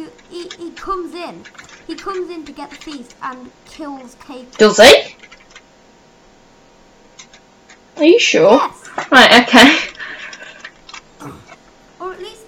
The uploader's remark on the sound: Sorry for the echo.